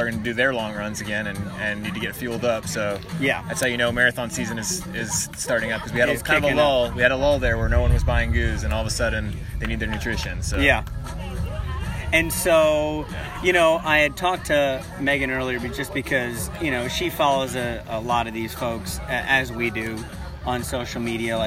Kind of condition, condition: setting, busy venue